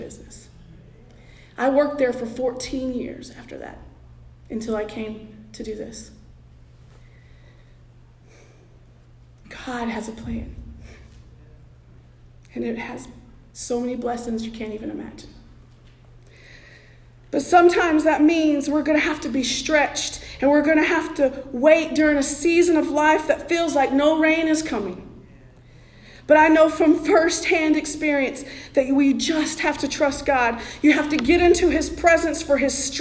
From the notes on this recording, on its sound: Sermon preached at The Salvation Army Augusta Kroc on November 26, 2023